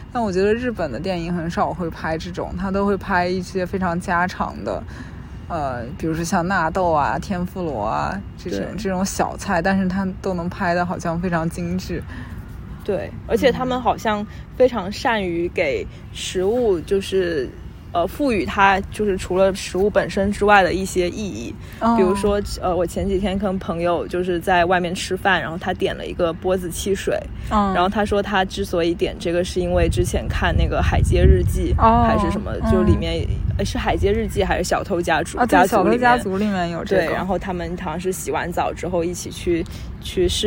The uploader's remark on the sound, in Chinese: 这是一期接地气的播客（字面意思），我们来到郊野公园席地而坐录制这期博客。在露营帐篷的包围圈里聊露营。